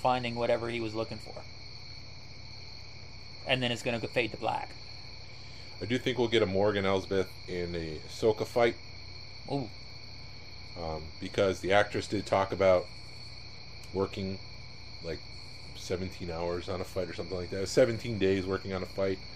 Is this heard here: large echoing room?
no